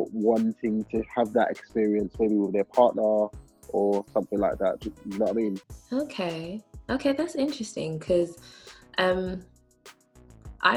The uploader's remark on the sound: As we are currently in quarantine/lockdown, we did this over zoom!